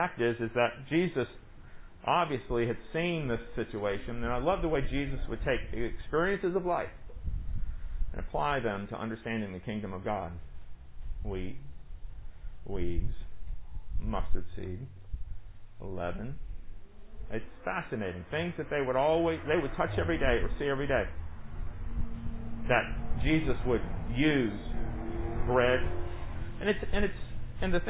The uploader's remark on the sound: Recorded during worship on Sunday, July 19, 2020, under the pavilion